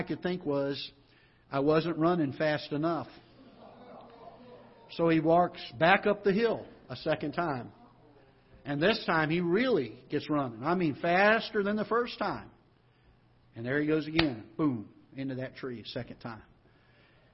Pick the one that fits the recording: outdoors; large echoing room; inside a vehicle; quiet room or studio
large echoing room